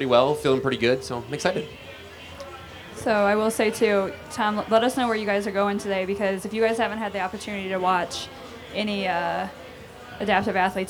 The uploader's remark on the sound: A jam packed episode recorded live on stage at Wodapalooza in Miami.